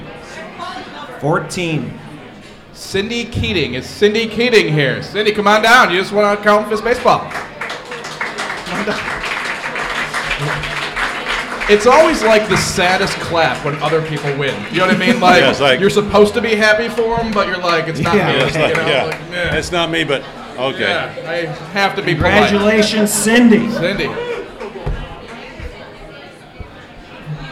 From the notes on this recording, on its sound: live at the ChiSox Bar and Grille